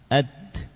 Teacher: berhenti suaranya lalu diikuti dengan hembusan nafas · Term: sifat syiddah